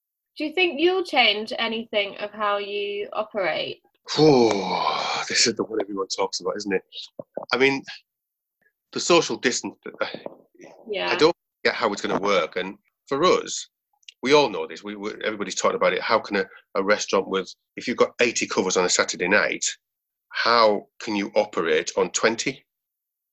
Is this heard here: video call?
yes